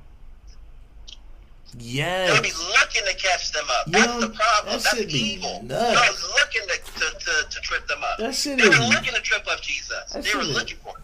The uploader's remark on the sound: I recorded this from our phone conversation